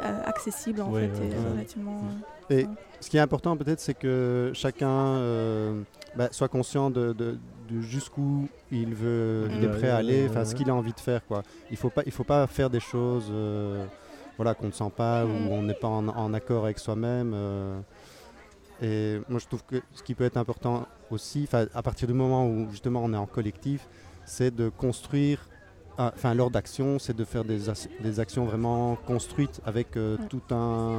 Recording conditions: busy venue